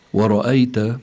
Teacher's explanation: ورأيت، الراء هنا مفخمة لأنها مفتوحة، ومنذكر المستمعين على أن الراء إن كانت مضمومة أو كانت مفتوحة بتكون حكمها التفخيم، أما إذا كانت مكسورة بيكون حكمها الترقيق.